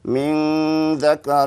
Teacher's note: حاول تخفي النون بالذال مقدار حركتين